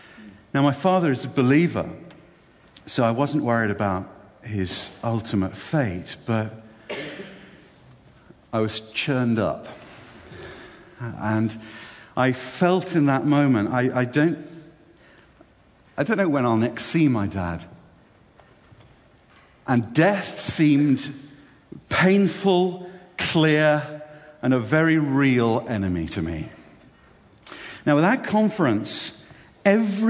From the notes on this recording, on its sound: This talk was delivered at Sovereign Grace Ministries‘ Worship God UK 2014 Conference and appears by kind permission.